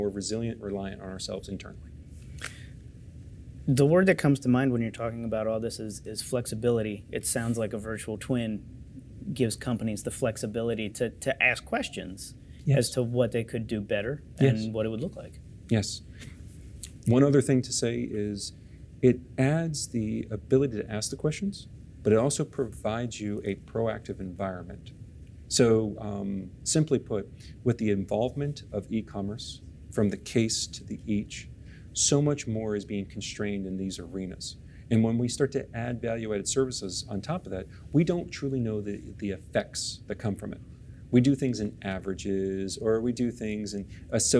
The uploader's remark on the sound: sits down live at MODEX 2020